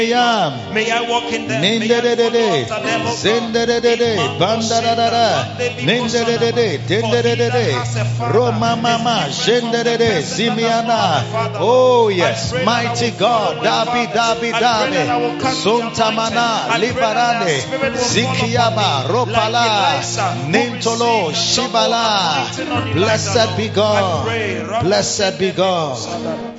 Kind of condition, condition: setting, large echoing room